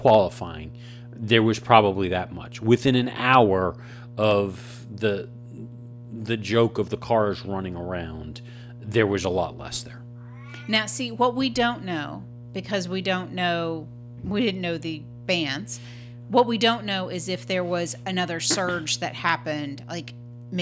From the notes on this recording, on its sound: We’re still settling in to our new studio and have a few bugs to work out - we’re sorry about the hum in this week’s episode. This was a short show as we test out the podcasting rig and make sure everything is setup right again.